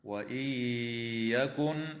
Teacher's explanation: تدغم النون الساكنة في الياء مع الغنة في قوله تعالى: وإن يكن